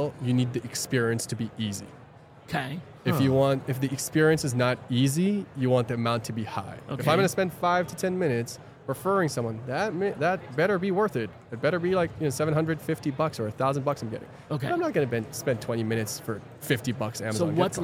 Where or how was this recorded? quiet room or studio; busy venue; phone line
busy venue